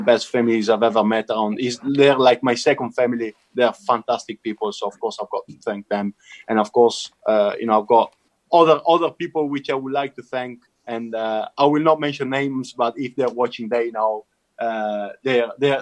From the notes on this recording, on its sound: recorded via Zoom